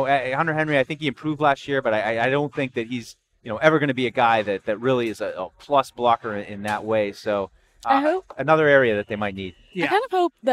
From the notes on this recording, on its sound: Tune-in as we broadcasted live from Patriots Mini Camp on Monday, June 12.